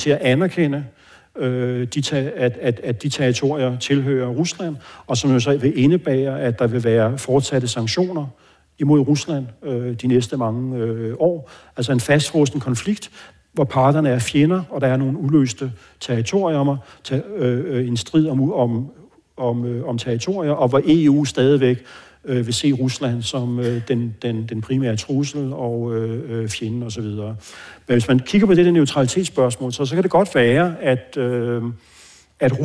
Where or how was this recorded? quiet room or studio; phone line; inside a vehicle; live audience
live audience